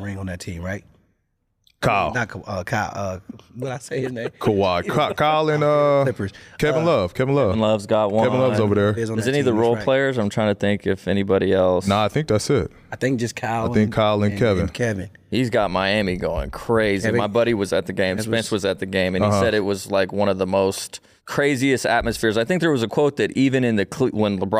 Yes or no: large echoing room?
no